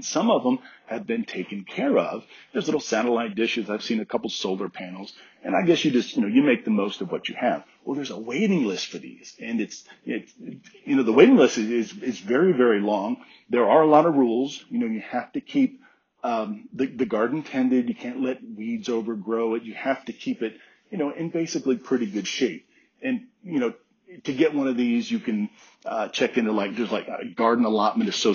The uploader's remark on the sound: Update from Germany. Did not bring my laptop, so I apologize ahead of time for the poor audio quality.